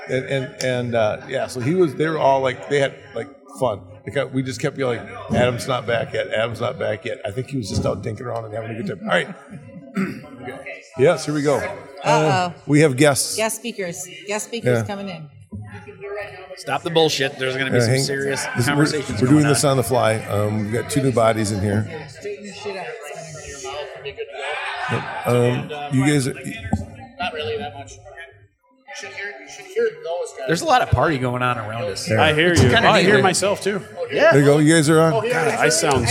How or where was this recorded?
busy venue